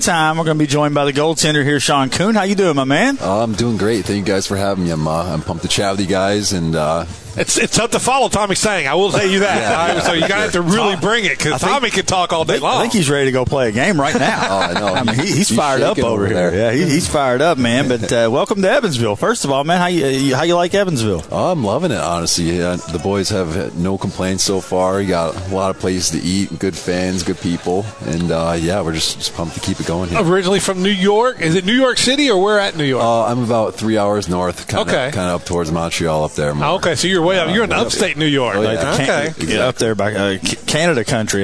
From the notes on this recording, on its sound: live from BJ Brewhouse in Evansville